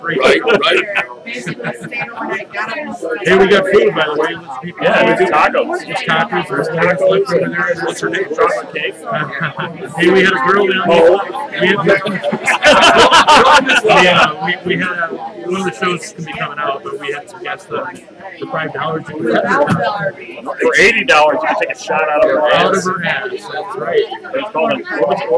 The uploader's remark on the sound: The audio plain sucks.